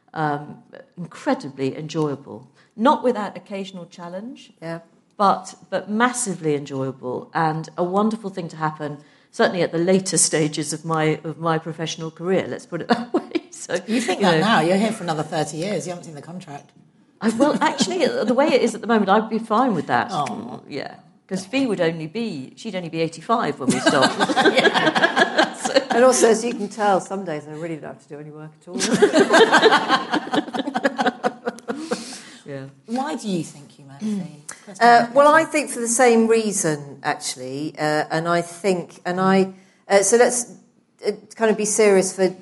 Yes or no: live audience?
yes